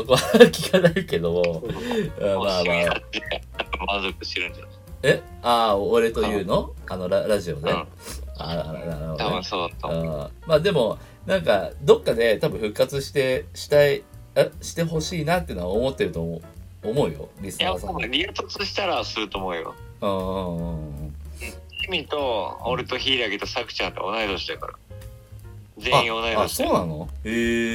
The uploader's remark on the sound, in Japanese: 音質が悪いのはご勘弁。